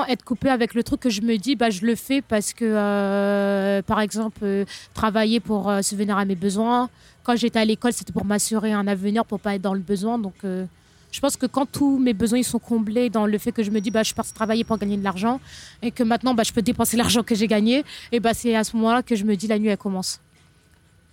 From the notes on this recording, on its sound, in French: Merci au café Creime (Paris 9e) de m'avoir laissé un espace pour enregistrer mes interviews.